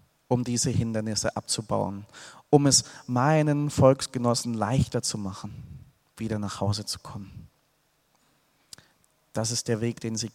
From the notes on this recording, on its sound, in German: Aus dem Gottesdienst der Liebenzeller Mission.